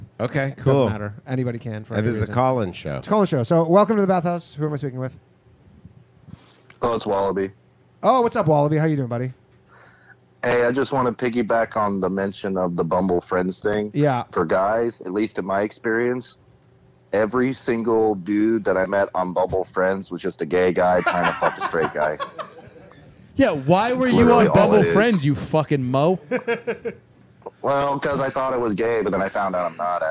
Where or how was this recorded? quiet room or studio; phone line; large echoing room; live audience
phone line